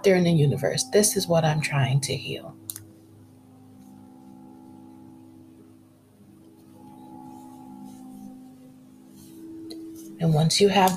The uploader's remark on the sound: There is a heart chakra sound bowl track softly playing in the background.